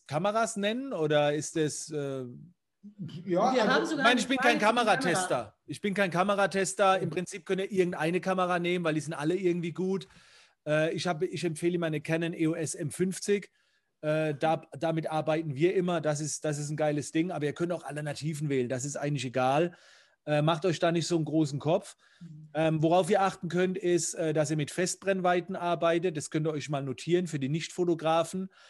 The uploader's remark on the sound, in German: Live-Mitschnitt aus der AMA #4.